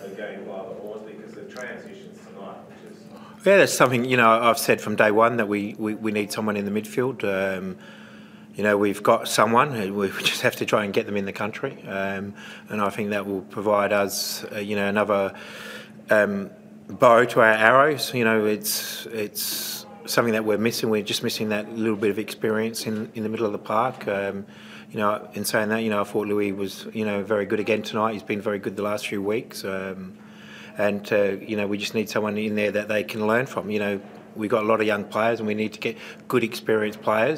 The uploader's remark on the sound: Post-match Press Conference